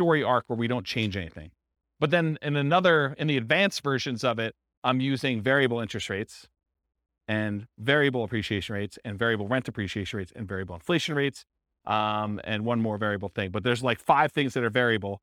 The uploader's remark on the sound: This was a live class recorded